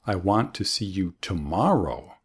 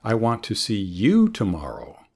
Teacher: Excellent. You emphasize the word you. · Shown in: second take · I want to see you tomorrow.